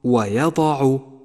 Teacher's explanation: ولاحظ الياء المرققة والضاد المفخمة والعين المرققة